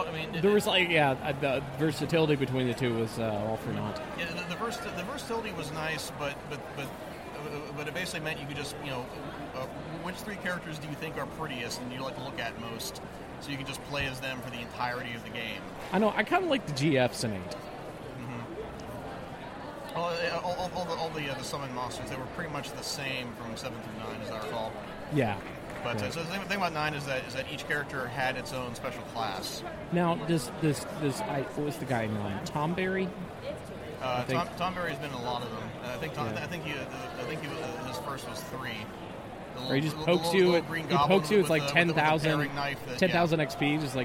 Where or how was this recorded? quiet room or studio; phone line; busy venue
busy venue